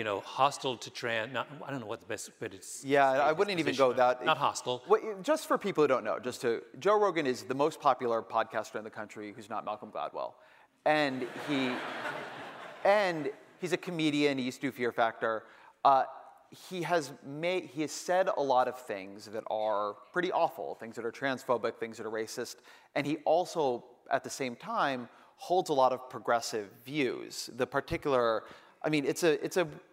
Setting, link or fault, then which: setting, live audience